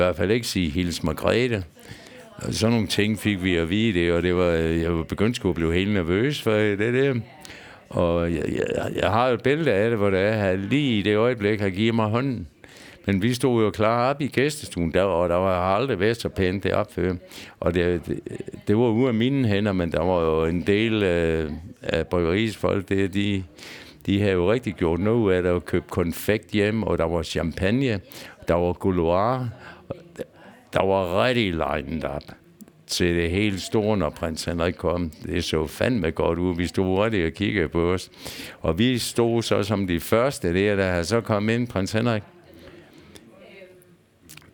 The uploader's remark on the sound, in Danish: Optaget på Bill’s Pub 47, Odense.